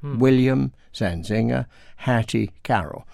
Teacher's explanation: They both happen to have names that end, both their first name and their surname, end with unstressed final syllable.